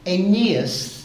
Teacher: emphasis on the second syllable